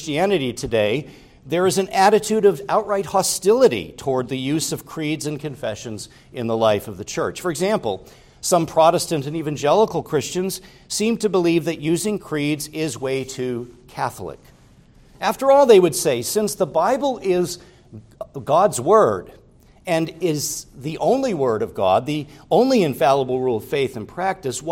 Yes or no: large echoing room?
yes